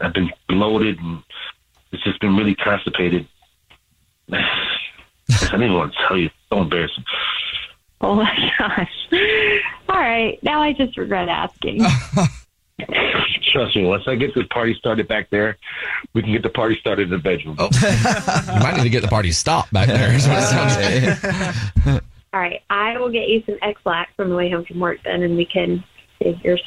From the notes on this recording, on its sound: there is a woman on the phone